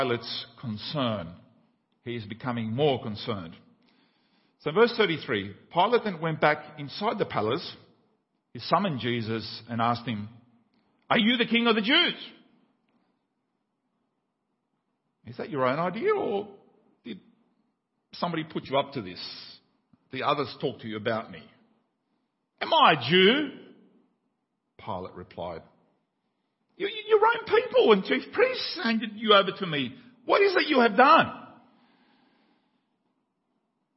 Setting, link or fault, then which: setting, large echoing room